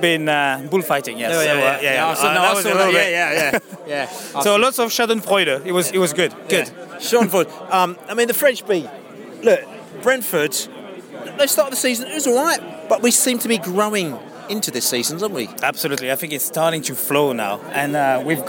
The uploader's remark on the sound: Post-Match podcast from the pub.